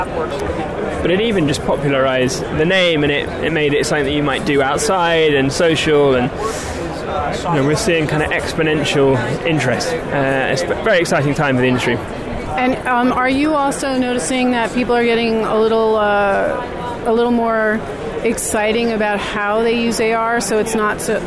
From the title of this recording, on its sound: Live from the Floor of Augmented World Expo 2018